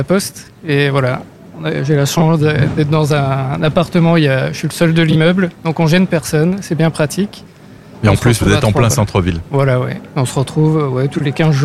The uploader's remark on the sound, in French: AZUR FM a délocalisé ses studios. En direct depuis la place d'armes (scène brasserie le fox) dans le cadre de la fête de la musique.